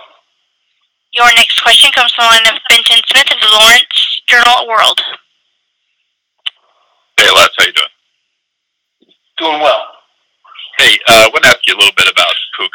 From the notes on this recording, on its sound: Big 12 teleconference.